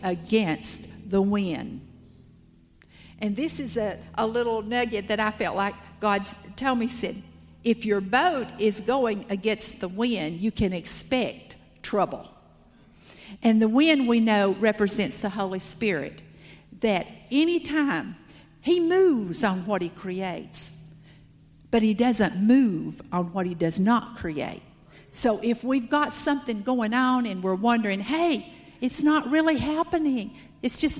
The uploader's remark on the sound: Salt Conference Session 2. After a break everyone reconvened to hear the word again.